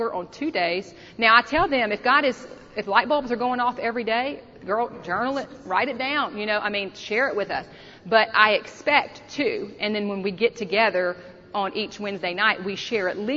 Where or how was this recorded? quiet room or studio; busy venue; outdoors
busy venue